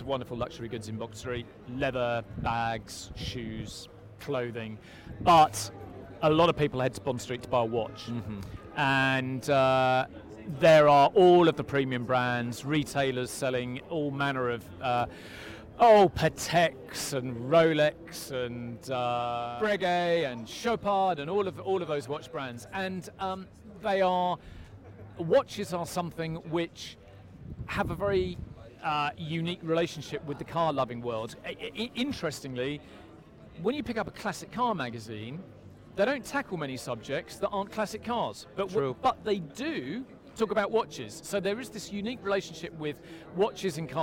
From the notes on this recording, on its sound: Live from Savile Row. Chat live from the inaugural Savile Row Concours where traditional British tailoring meets a wonderful display of incredible cars, right in the heart of London.